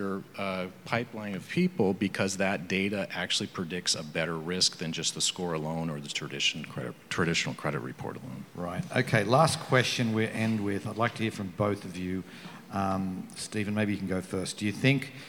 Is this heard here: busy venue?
yes